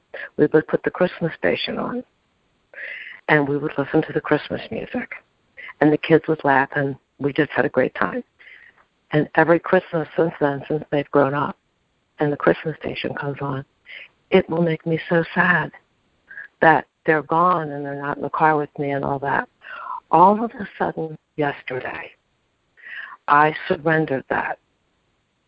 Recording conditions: phone line